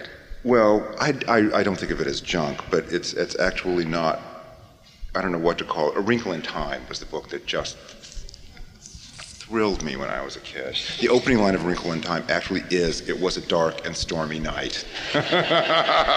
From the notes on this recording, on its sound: They seem to forget that there is an audience of more than 2,000 watching them.